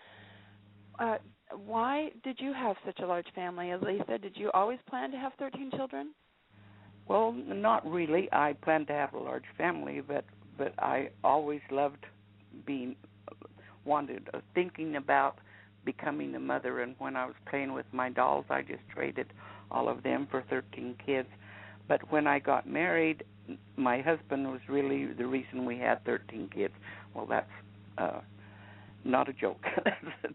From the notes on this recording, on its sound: A special guest will call